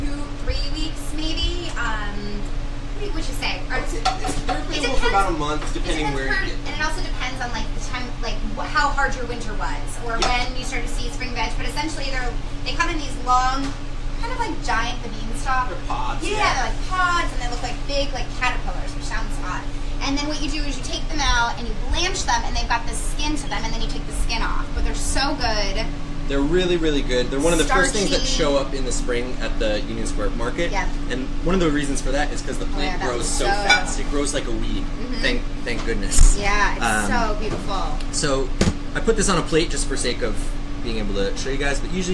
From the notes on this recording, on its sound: Join me for a special in-kitchen Lady Lair LIVE with …. At his new restaurant and NYC hot spot, Out East.